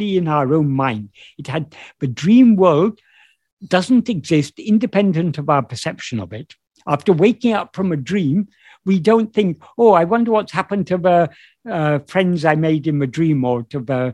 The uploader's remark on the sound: In a Zoom meeting